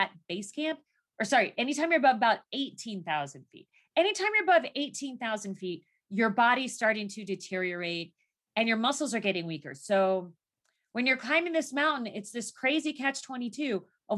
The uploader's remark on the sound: In this excerpt, from one of our monthly VIP Live Zoom calls with the 10,000 NOs Insiders Community.